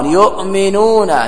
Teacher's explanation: يؤمنون همزة ساكنة أبدلت إلى واو · Term: الإبدال